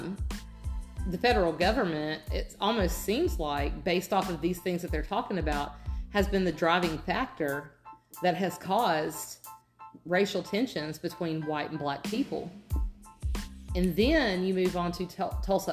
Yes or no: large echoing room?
no